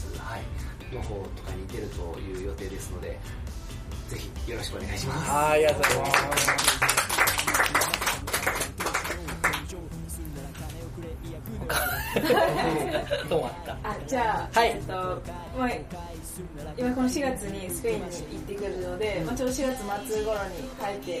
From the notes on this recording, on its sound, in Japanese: ３周年記念公開収録オフ会。